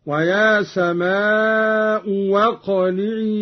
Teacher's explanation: قرأ قانون بإبدال الهمزة الثانية واوا هكذا: ويا سماء واقلعي وغيض الماء.